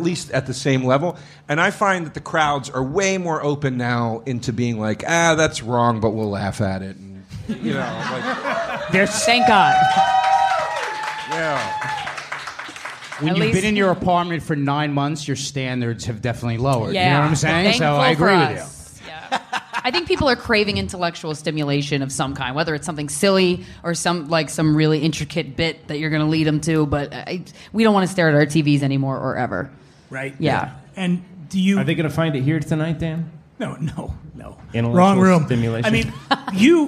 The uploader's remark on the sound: Live from The Stand Comedy Club, NYC. We celebrate a return to semi-normalcy with a live recording at The Stand Comedy Club in New York City.